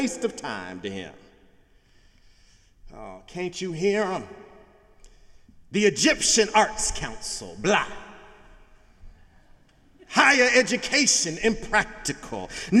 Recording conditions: large echoing room